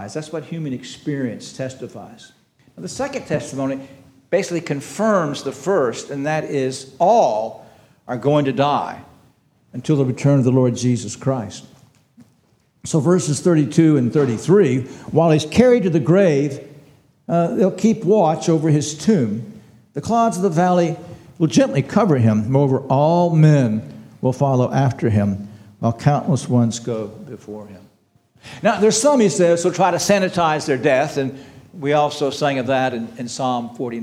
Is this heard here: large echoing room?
yes